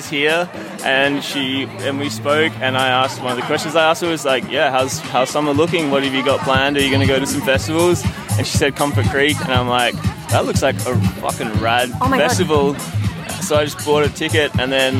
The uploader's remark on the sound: This extra special episode features a bunch of interviews with festival goers of Comfort Creek festival where I set up a LIVE interactive version of The Labia Lounge for the first time ever! Along with various passers by that came to check out what this big velvet p*ssy couch was all about.